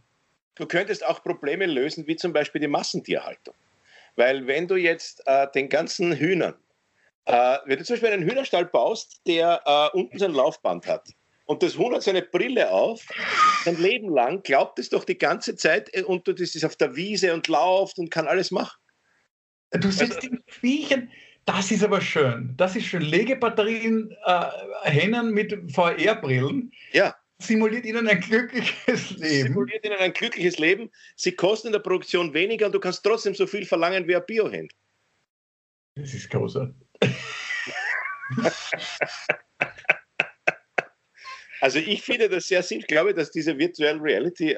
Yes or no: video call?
yes